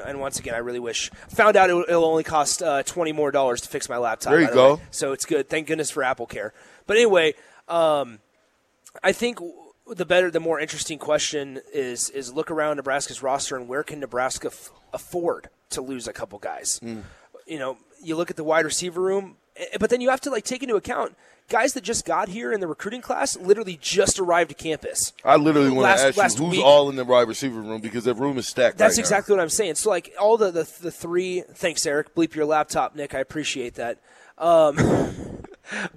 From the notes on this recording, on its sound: Live from Wingstop